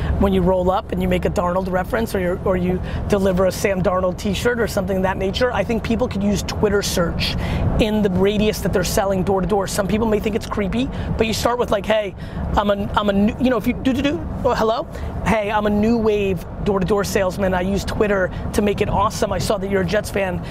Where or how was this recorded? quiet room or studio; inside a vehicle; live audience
inside a vehicle